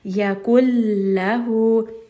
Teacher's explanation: There is no hint of ghunna. You are not bringing it up into the nose. There is no hint of that noon sound. · Term: idgham without ghunna